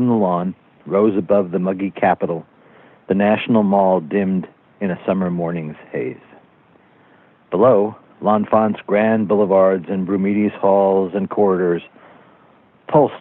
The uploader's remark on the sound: Smithsonian Associates Interview Series. Via internet phone.